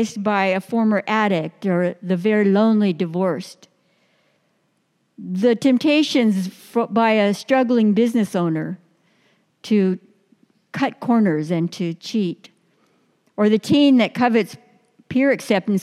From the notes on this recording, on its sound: Delivered during the Traditional Worship service.